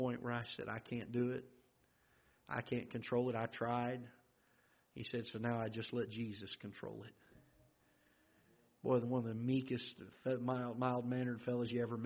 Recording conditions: large echoing room